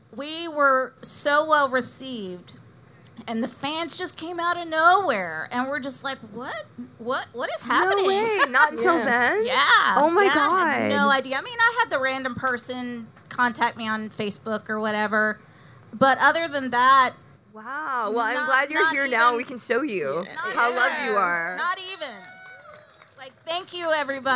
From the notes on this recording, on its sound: Live From Las Vegas. Live from Joe Bob’s Drive-in Jamboree.